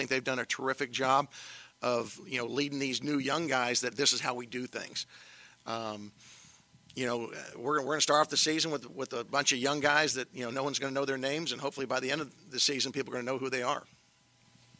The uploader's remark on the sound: audio from the Preseason Press Conference held at Fresno State